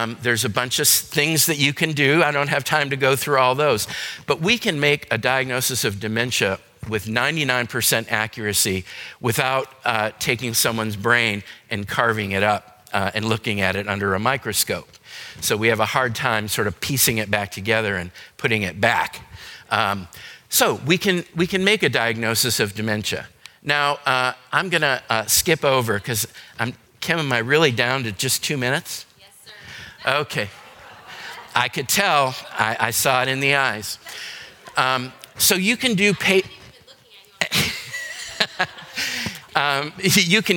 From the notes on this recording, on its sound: Today's podcast is a session recorded from our Alzheimer's and Dementia seminar held here at McGregor Baptist Church on February 19, 2022.